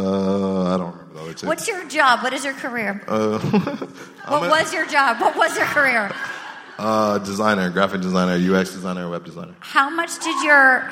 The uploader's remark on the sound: LIVE AT SAN FRAN SKETCHFEST! Live at San Fransisco Sketchfest for a raucous afternoon with the most wild, wonderful unruly audience in podcasting!